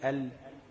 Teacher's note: بس هو يقصد ما بين حافتي اللسان مش طرف اللسان بس، لان اللام ما بتخرجش من طرف اللسان بس، اللام بتخرج من ادنى حافة اللسان يعني اقرب حتة من قدام من اللسان مع منتهى طرف اللسان